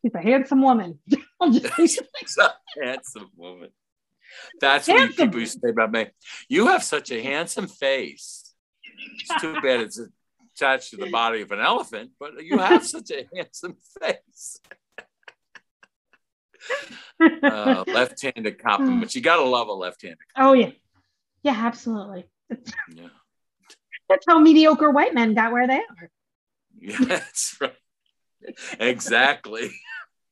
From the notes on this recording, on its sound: I am so sorry for the audio glitches on this episode!